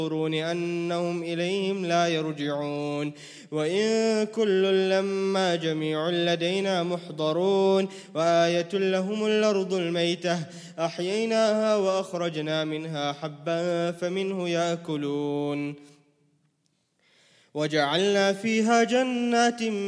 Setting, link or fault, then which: setting, large echoing room